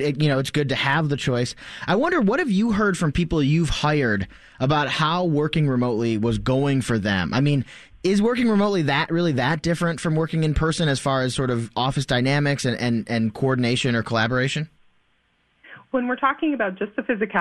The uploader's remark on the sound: We open the phones lines to hear what workers think.